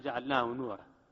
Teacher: لم تزل غنة النون من جعلناه من الأذن حتى جاءت نون نورا